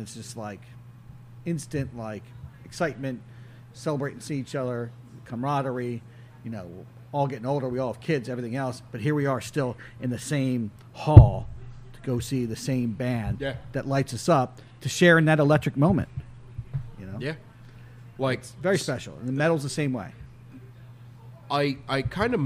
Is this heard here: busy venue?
yes